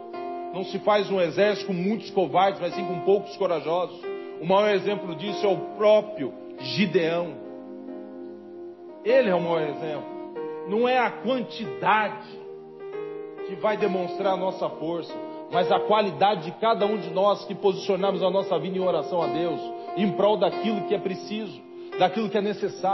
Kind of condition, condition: setting, large echoing room